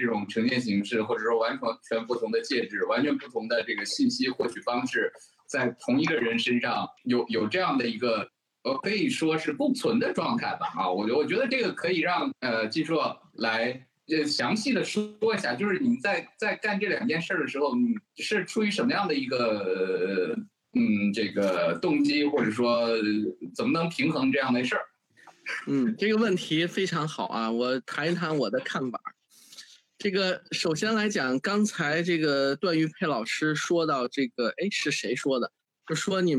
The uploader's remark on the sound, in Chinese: 进行了北京、天津、海南三地连线，采用网络录制，请大家原谅我们本期的音质。